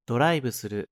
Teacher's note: There is no V sound in Japanese, so it's changed to a B.